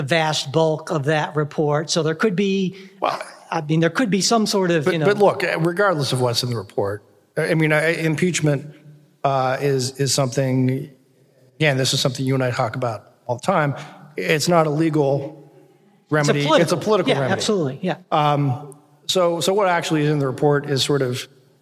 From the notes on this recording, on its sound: first ever live podcast, recorded 11/1/18 in Cincinnati Ohio's Memorial Hall as part of the inaugural Cincinnati Podcast Festival